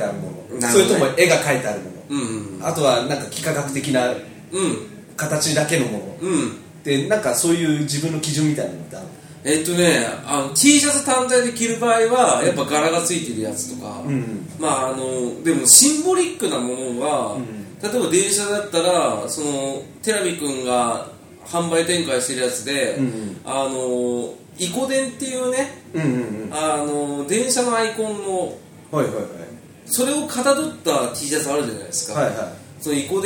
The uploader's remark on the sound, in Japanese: カラオケボックス収録なので音声は悪いですが